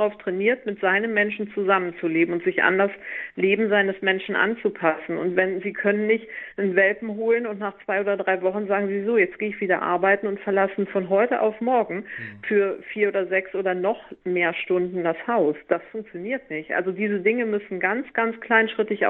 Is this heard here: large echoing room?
no